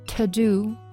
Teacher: to do 它的重音在 do 上，这个所谓的这个 to 要弱读